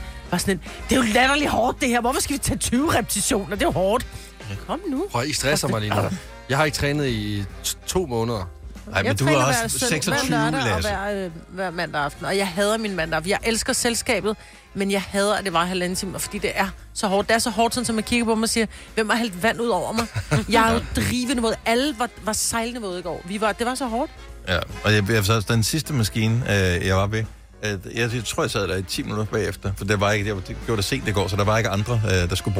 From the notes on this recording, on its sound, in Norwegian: Live fra hønsegården.